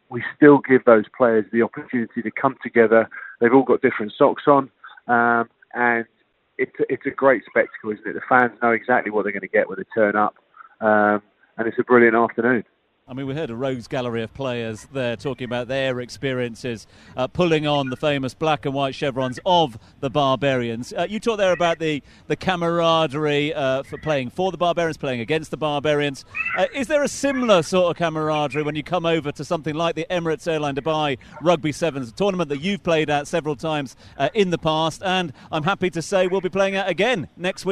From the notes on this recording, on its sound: From the rooftop garden of Barasti